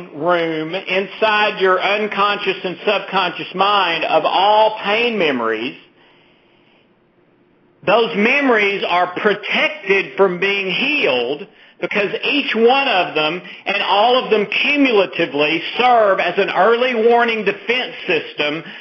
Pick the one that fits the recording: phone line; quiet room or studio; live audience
phone line